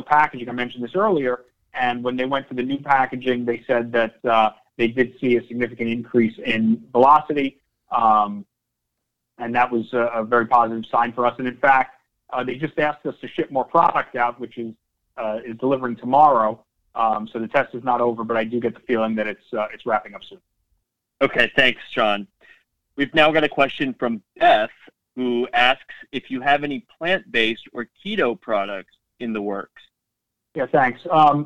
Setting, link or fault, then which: link, phone line